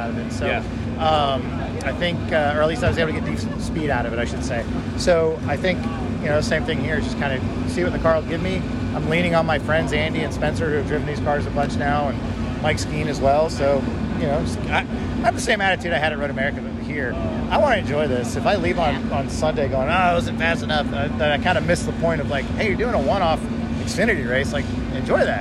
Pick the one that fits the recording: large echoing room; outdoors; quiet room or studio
outdoors